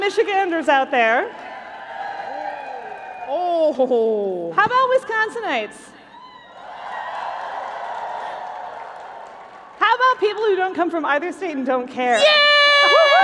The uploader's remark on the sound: LIVE from the 2023 LWML National Convention. Presenting a live stage show version of their podcast as the Saturday night entertainment at the LWML National Convention in Milwaukee, Wisconsin.